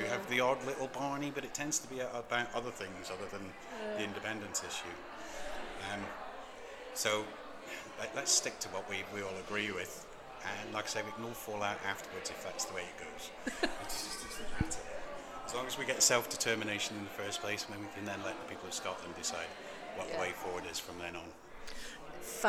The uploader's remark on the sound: On location at the Yes Stones event "Boulders and Blethers"